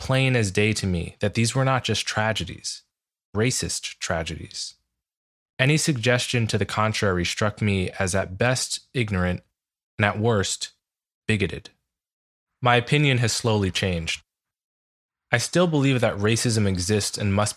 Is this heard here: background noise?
no